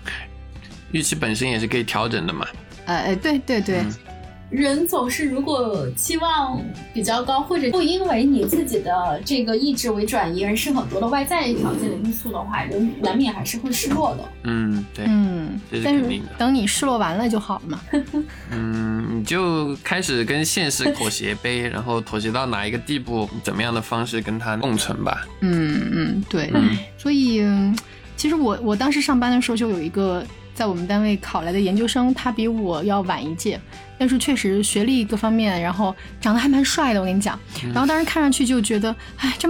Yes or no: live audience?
no